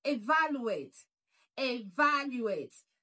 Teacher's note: this word has four syllables. It has four syllables. And the stress is on the second syllable. Emphasis. The stress is on the second syllable.